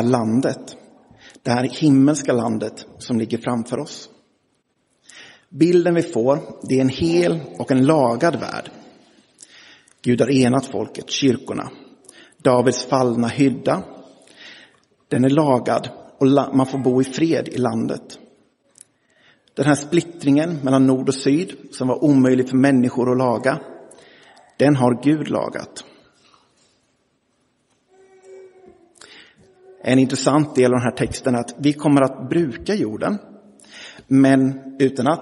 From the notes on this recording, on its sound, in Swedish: Inspelad i Roseniuskyrkan den 10 september 2023.